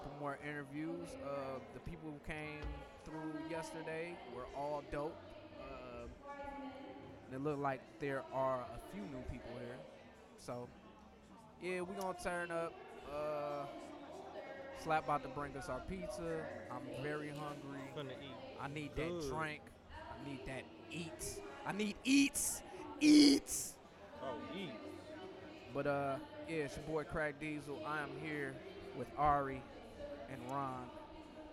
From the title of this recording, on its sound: Live at Downriver Comic-Con (Day 2)